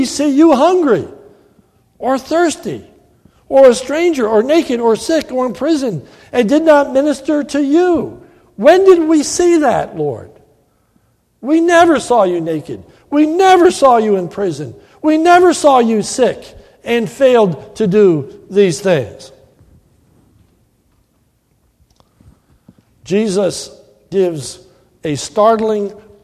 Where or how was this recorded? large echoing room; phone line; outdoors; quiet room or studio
large echoing room